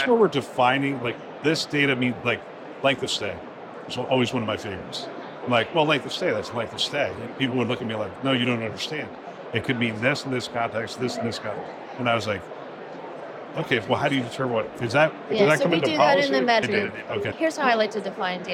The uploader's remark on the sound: Live from the HIMSS Conference